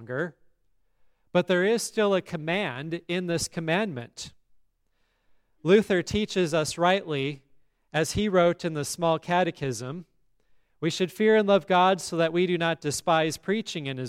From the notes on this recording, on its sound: today's service at Grace Evangelical Lutheran Church in Lexington, MO